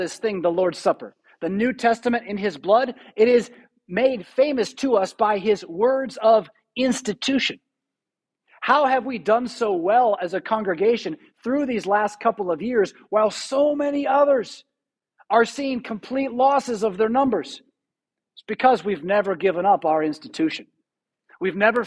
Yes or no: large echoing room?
yes